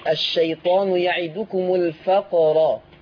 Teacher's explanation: بس خلي بالك من قلقلة القاف